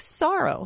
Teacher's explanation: It also has that sibilant sound at the beginning and the open O sound at the end